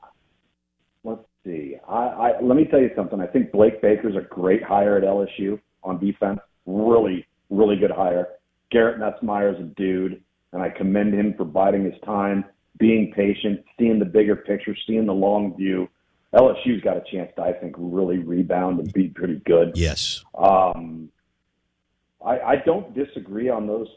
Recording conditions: phone line